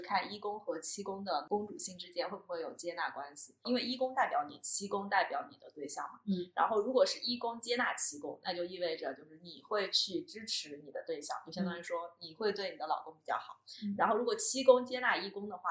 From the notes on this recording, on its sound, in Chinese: 这期音质在后期上做了点努力，但前期收音上确实比较差强人意，后续咱会在硬件上做做努力。